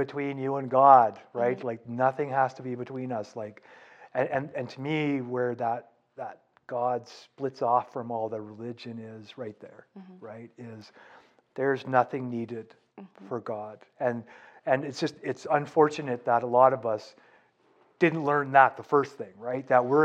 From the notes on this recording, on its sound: stops by with a couple of their friends for an audience